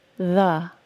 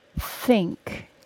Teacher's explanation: The word the has a voiced TH sound, and think has an unvoiced TH sound.